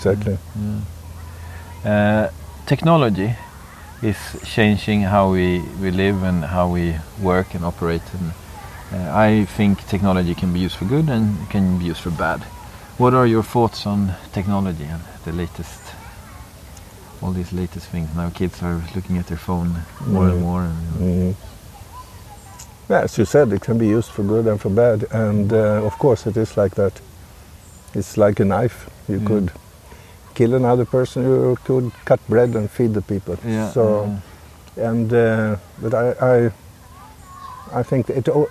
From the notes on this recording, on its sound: In this episode, I go walking and talking